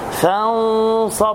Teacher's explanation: الناس اللي بتسرح الغنة ما عدا هذا خطأ، غنة لها مقدار، مقدار حركتين، فانصب مع تفخيم الغنة لوقوع حرف الصاد بعد النون الساكنة من حروف التفخيم